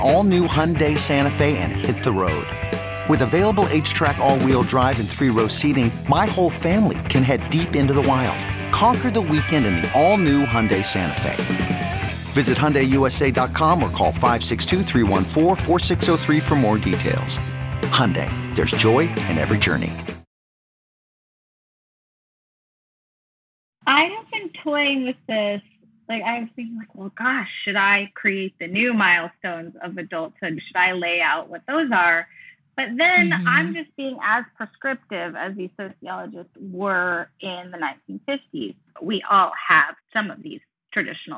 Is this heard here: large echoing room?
no